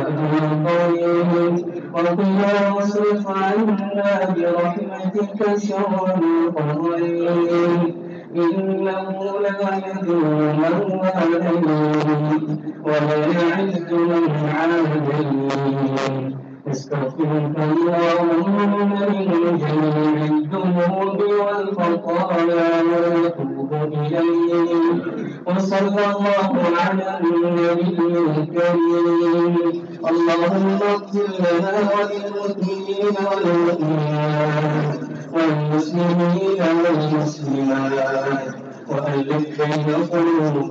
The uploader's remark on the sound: LIVE JUMAH FROM DARUL ULOOM NEWCASTLE